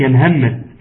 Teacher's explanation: هو حرف الحاء عنده في مشكله فما يطلعوش فيجي يستسهلوا ويجيبوا هاء · Term: حرف الهاء